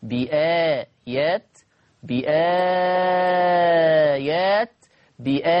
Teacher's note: مد بدل، فيه لورش القصر 2، التوسط 4، الإشباع 6. بآيات، بآيات، بآيات، قصر، توسط، إشباع.